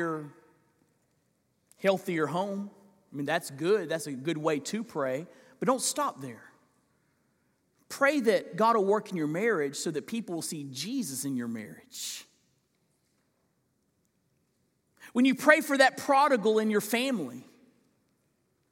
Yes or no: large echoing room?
yes